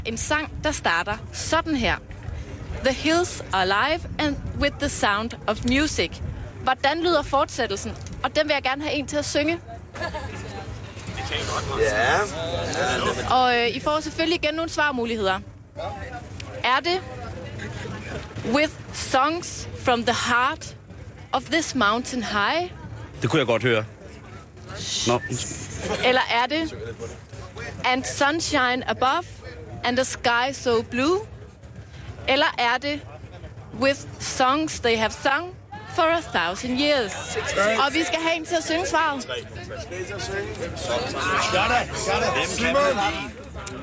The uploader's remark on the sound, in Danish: sender direkte fra "Camp Mordor" - én af mange, fantasifulde lejre på Roskilde Festivals campingareal.